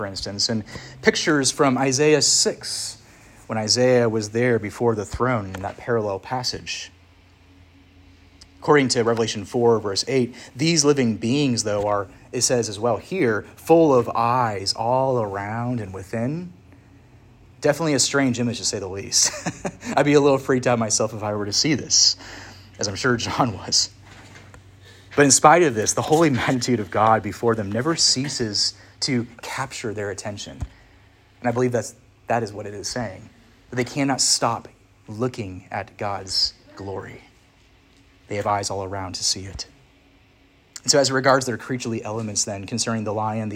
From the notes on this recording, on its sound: Preached at Church of the Harvest, ARP (Williamsburg, VA)